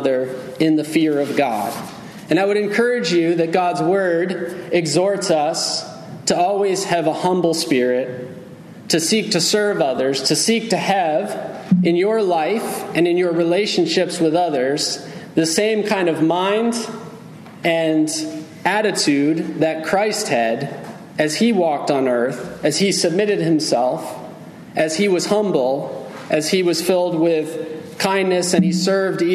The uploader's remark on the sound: Message delivered Sunday, July 9, 2023 at Mt Carmel Primitive Baptist Church, Bel Air, Maryland.